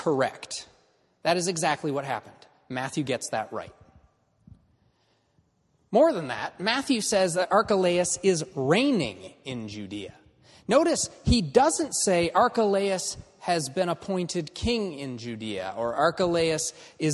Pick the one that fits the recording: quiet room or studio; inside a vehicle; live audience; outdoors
live audience